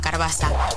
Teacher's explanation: En alguns parlars del català, quan hi ha una vocal neutra, una E, entre una consonant random i una R, o entre una R i una consonant random, aquesta neutra sol desaparèixer